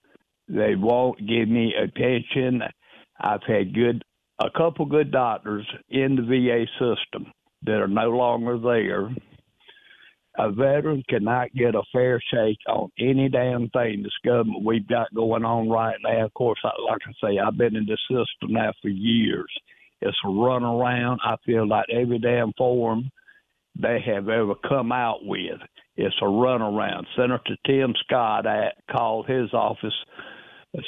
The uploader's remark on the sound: calls in from Washington